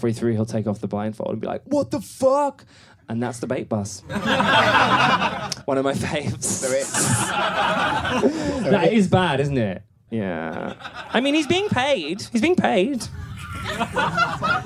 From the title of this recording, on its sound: Live from Edinburgh